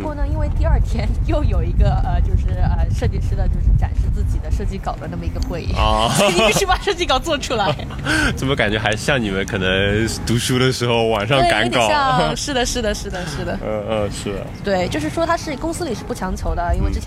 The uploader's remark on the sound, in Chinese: 户外录音，稍有杂音